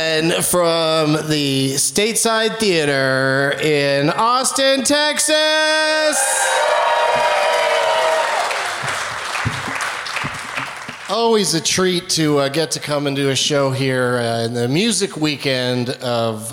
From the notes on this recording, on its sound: Live from SXSW in Austin